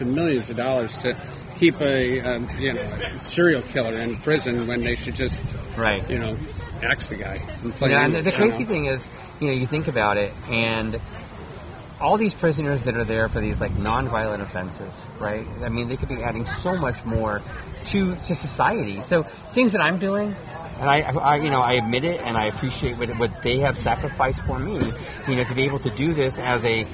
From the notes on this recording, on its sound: on location Lunetta All Day